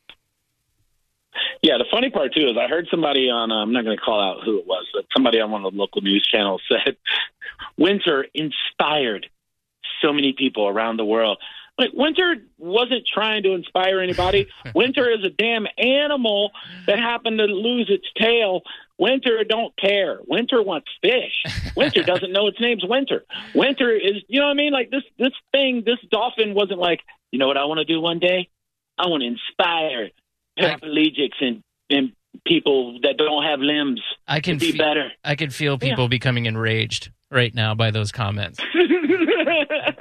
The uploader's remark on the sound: Calls in from LKLD LIVE.